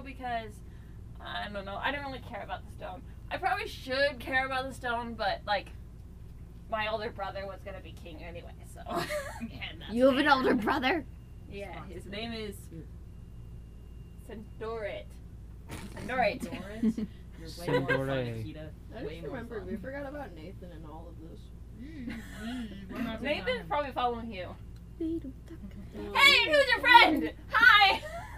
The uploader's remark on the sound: The audio on this episode is not great. It's very quiet, then obscenely loud.